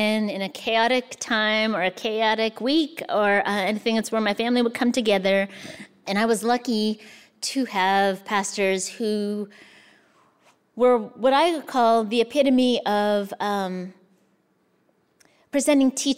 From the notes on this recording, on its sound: recorded during the 2022 Dodge Poetry Festival in Newark, New Jersey.